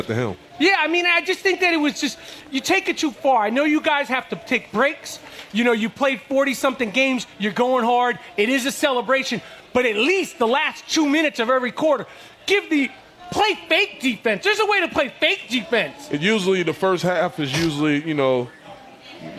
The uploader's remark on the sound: Recorded LIVE in front of a packed crowd at TuneIn Studios in Austin, TX!